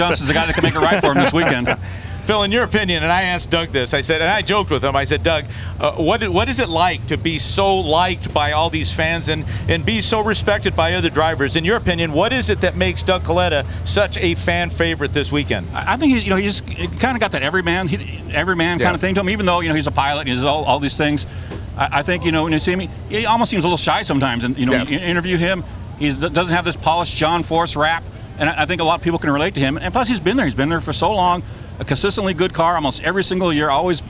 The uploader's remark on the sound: On this live edition of the NHRA Insider Podcast. It’s all LIVE from Pomona!